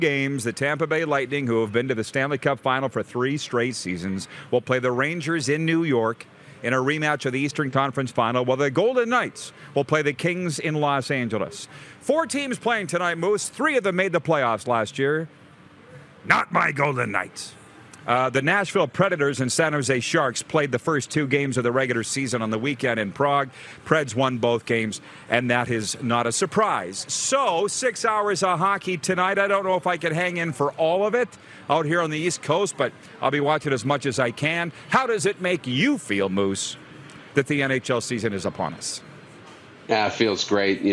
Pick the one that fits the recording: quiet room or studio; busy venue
busy venue